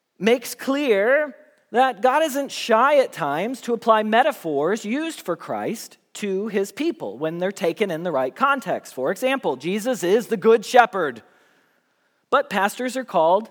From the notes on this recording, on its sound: Message Preached at Valley Creek Church